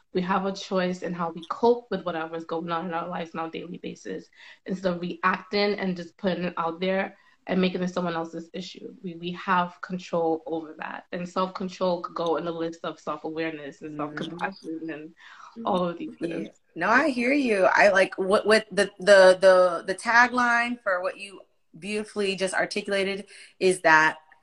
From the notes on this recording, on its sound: a Live Instagram conversation